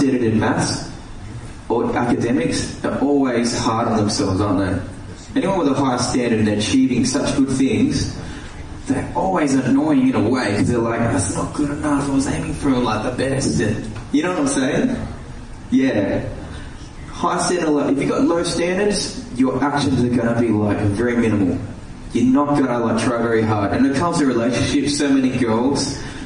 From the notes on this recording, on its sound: live question and answer sessions LIVE from Port Macquarie Luminosity Youth Summit